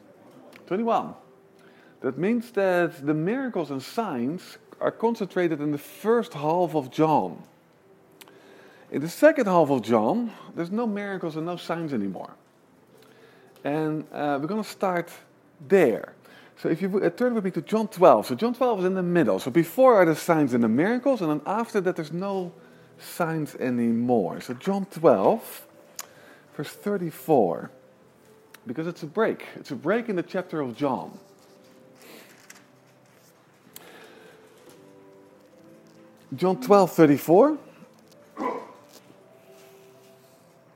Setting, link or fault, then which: setting, large echoing room